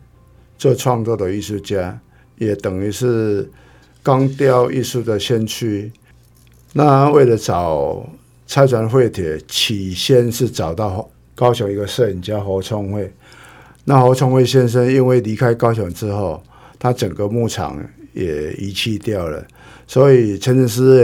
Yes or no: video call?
no